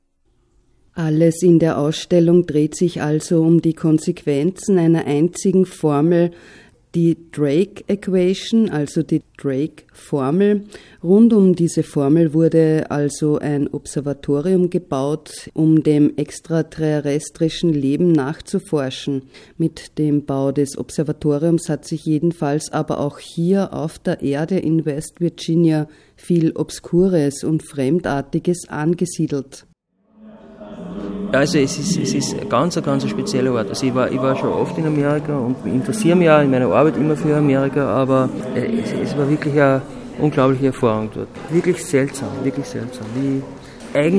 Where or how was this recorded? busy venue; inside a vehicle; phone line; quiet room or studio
busy venue